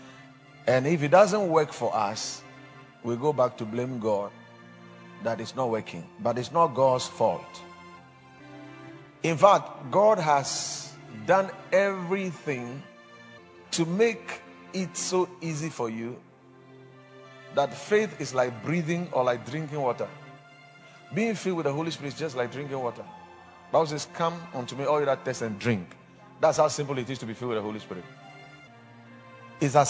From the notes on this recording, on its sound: Preached at the Watered Garden Church